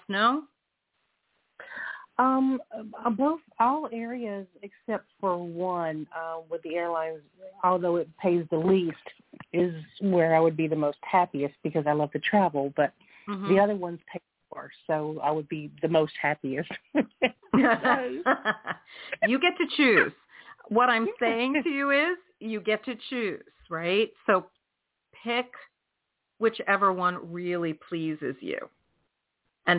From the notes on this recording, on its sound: in response to callers' questions